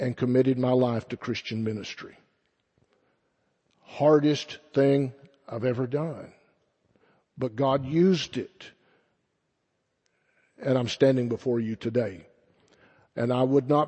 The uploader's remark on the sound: Sunday Morning Sermon First Baptist Church Belton Texas